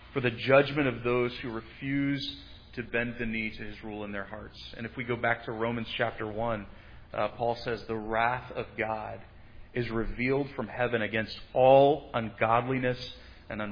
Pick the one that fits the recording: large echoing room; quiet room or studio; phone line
large echoing room